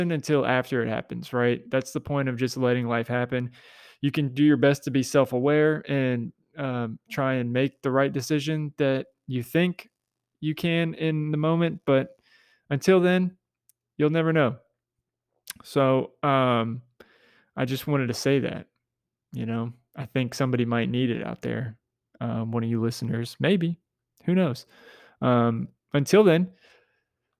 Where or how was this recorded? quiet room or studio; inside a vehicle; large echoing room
quiet room or studio